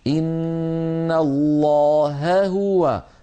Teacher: وننتبه إلى بيان الهاءين في قوله إن الله هو، فنعطي كل هاء حقها